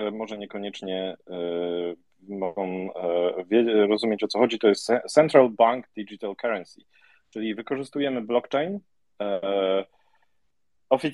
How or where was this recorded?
video call